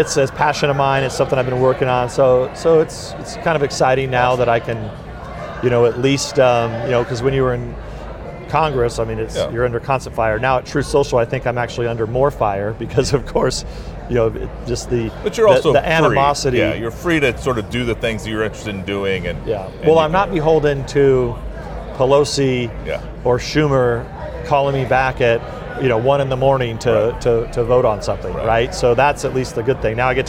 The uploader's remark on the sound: This episode was recorded at CPAC Texas.